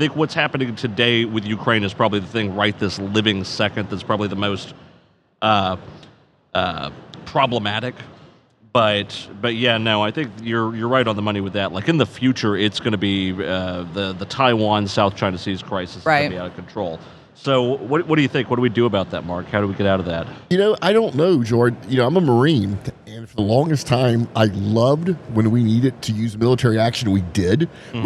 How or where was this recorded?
busy venue